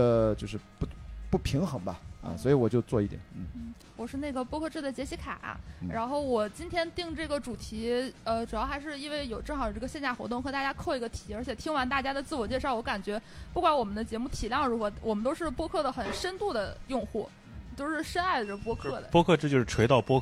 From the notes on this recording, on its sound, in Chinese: 这是我在【声量】活动当天的第二场录制，是下午14点在阿那亚的BAR LOTUS。